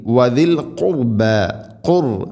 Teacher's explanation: റാഇനെ ഉച്ചരിക്കുമ്പോൾ കനപ്പിച്ച് ഉച്ചരിക്കണം. അതേസമയം ഖുർബ എന്നല്ല ഖുർബ ഖുർബ.